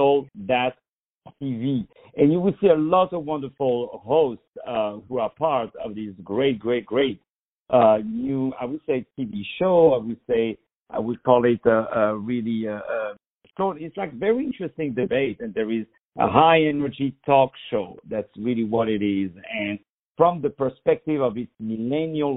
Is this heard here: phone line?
yes